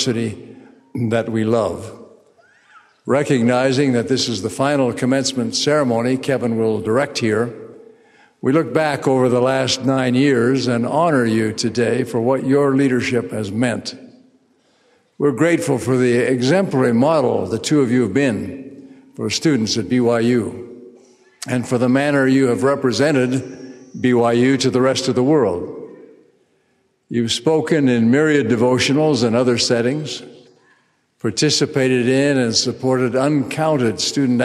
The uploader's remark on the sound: Delivered this commencement address on April 27, 2023.